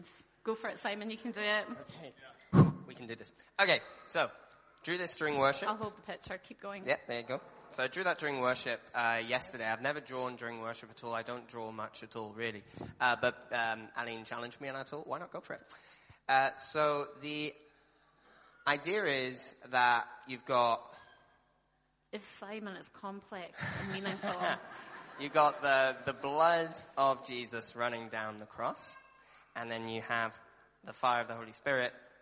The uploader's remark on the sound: Talk from the transform conference.